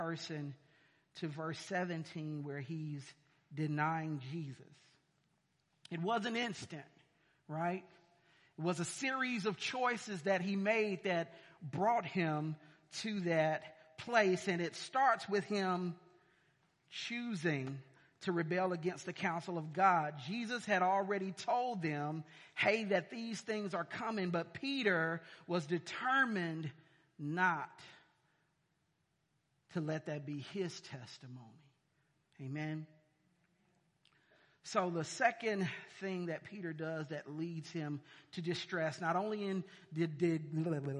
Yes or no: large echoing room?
yes